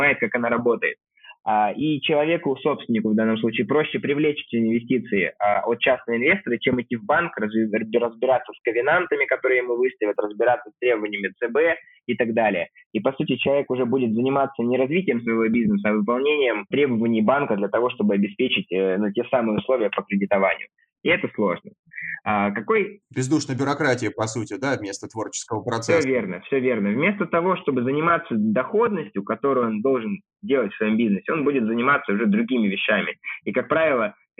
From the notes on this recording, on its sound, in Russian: Записанный в спартанских условиях (будто разговор по телефону)